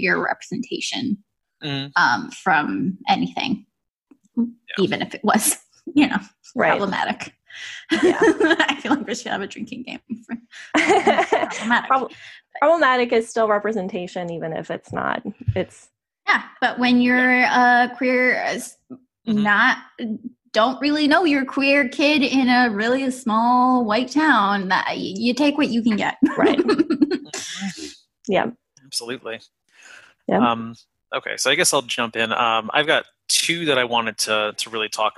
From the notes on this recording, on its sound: This was recorded June 11, 2020, as part of a series of Pride Month virtual panels hosted by Awesome Con and Rose City Comic Con. As part of a series of Pride Month virtual panels hosted by Awesome Con and Rose City Comic Con , part of LeftField Media.